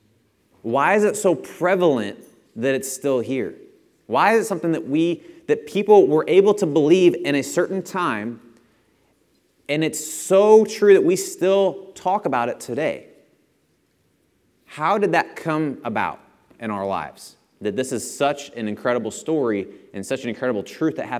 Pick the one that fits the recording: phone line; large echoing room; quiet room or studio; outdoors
large echoing room